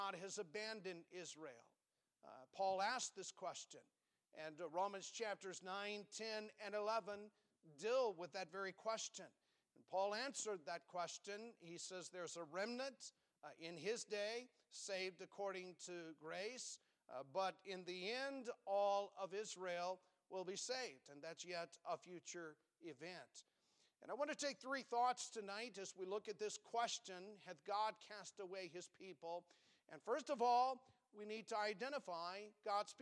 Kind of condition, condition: setting, large echoing room